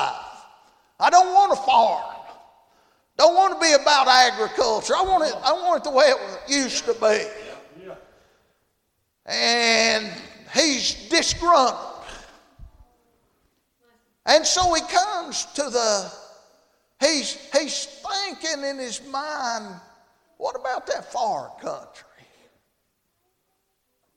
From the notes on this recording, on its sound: Tuesday Evening service at Calvary Baptist